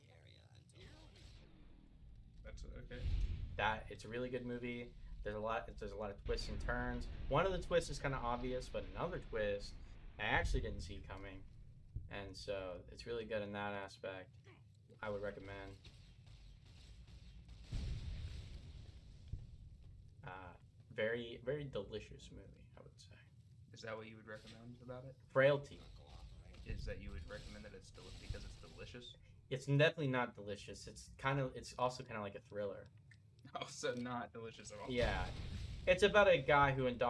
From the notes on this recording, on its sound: We don't have a lot of experience editing or recording a podcast, so you may have to be patient on the quality to reach 100%. Fallout: New Vegas is gonna be the game in the background for the next few podcast.